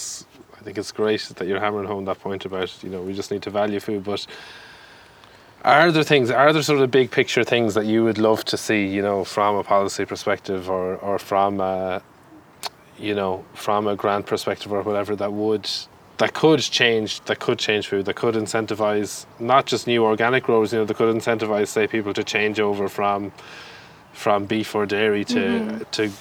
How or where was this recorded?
outdoors